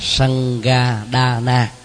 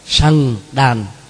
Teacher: Mà nếu đọc theo phát âm chuẩn của người Ấn Độ, Sangdan, tại vì cái nguyên âm A cuối câu, cuối chữ thì được gọi là A Câm, không có đọc · Shown in: second take